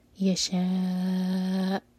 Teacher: شاء چار حرکا کھینچیں گے اور حمزہ پر کٹ آف ساؤنڈ، لیکن جھٹکا نہ ہو